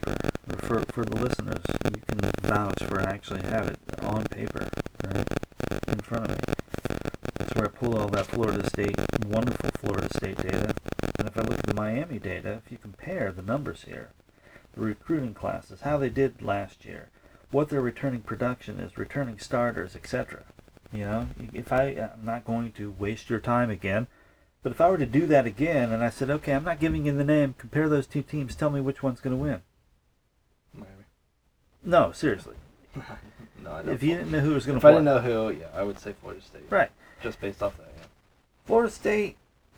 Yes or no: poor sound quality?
yes